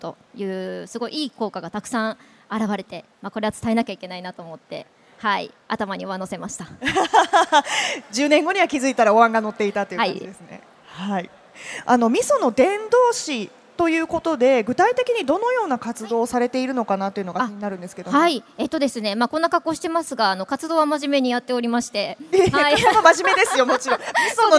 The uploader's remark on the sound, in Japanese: CRAFT SAKE WEEK 2023 at ROPPONGI HILLSにて公開収録。